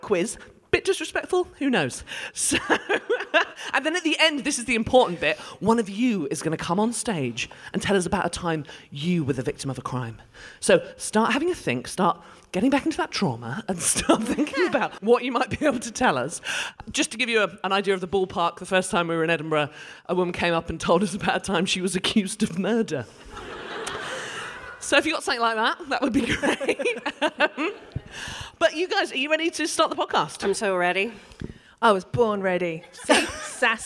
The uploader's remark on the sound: We're back in Edinburgh for another fantastic episode of DWSC from their amazing sell-out run at the Fringe! Today's packed audience were in for a treat. We then hear from a member of the audience.